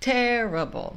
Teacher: A primeira sílaba é a sílaba tônica.